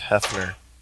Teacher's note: you put an umlaut over an O, and it just becomes like kind of like a schwa sound